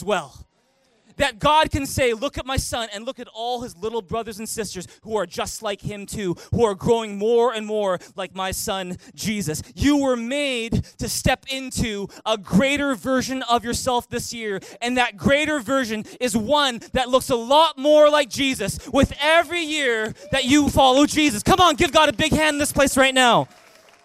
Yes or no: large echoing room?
yes